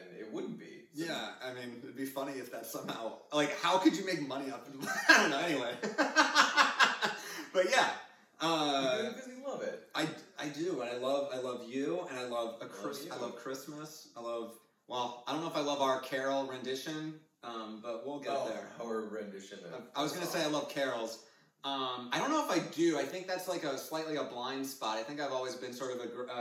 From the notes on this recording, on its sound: The audio isn't the best, my apologies.